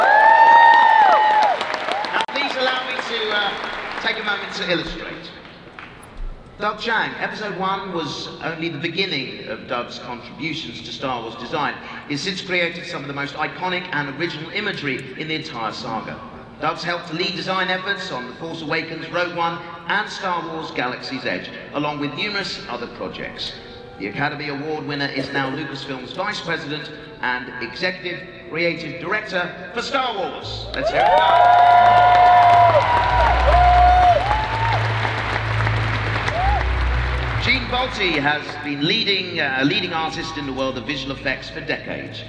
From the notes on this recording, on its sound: Here's content from my camera during Star Wars Celebration 2019. This was at the 20th anniversary The Phantom Menace Panel.